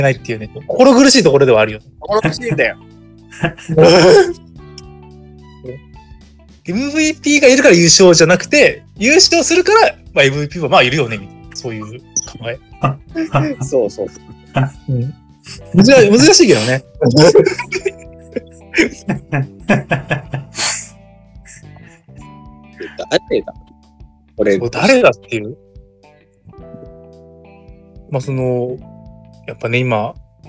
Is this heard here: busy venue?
no